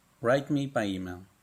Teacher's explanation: La letra W en la palabra write no se pronuncia